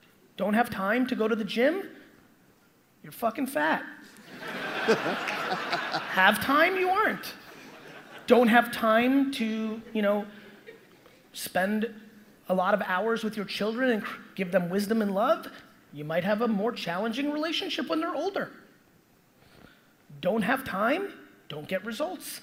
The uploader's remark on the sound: Digital Agency Expo Keynote